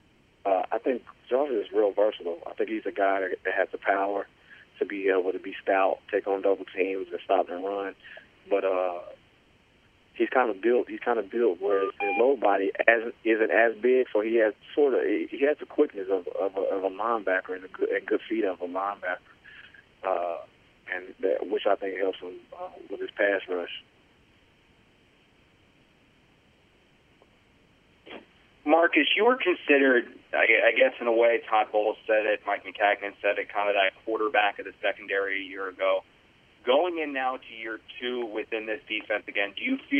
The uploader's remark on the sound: Conference Call.